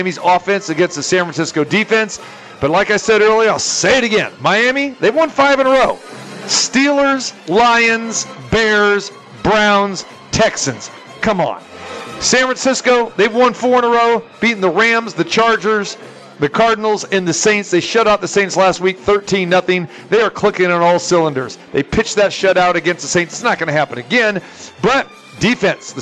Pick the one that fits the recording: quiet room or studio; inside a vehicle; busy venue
busy venue